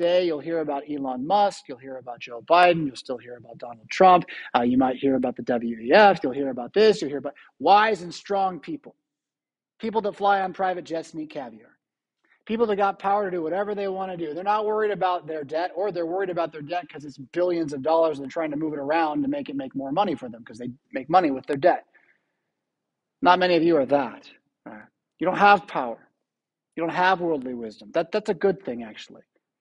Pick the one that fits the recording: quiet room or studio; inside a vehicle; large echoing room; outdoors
large echoing room